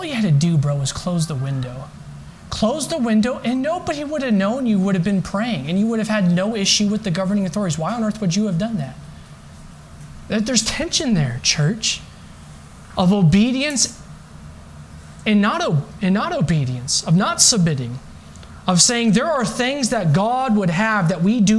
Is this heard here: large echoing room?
yes